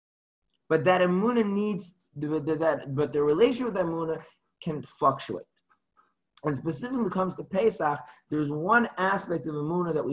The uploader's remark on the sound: Zoom Class